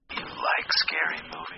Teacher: Did you notice that the word do is difficult to hear? That is because Americans often reduce, meaning to say in a softer and shorter way, function words.